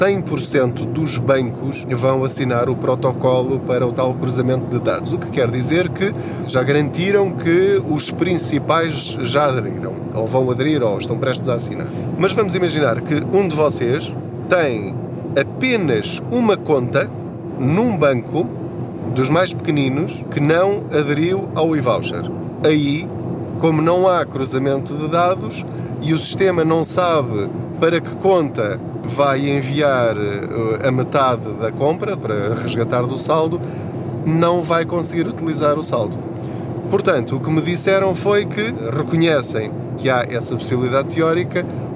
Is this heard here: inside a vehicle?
yes